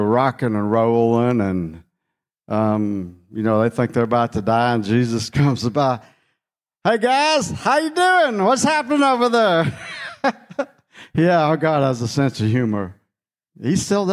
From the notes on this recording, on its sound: Session #2 of the Skyfall 2023 Conference.